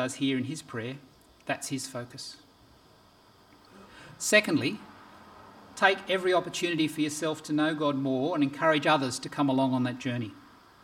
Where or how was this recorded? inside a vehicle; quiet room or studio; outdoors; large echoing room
large echoing room